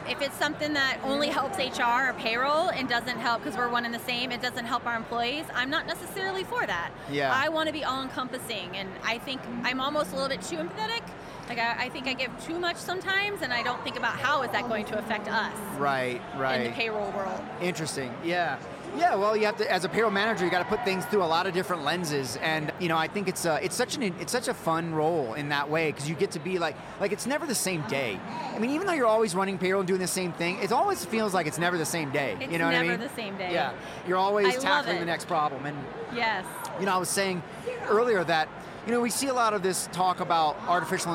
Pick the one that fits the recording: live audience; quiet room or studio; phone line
live audience